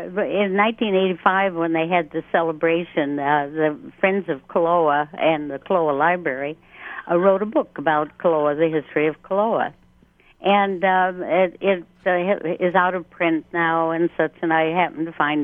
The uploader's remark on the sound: The Conversation hosted a call-in show